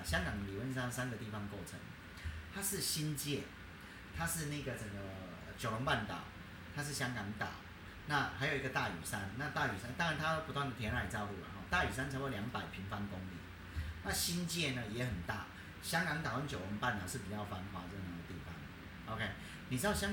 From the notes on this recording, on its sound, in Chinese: 收音有一點點小狀況